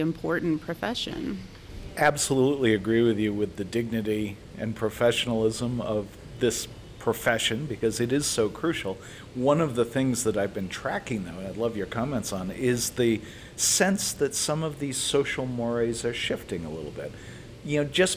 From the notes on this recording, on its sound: This interview is from a recent conference. Called Professional Practices Institute.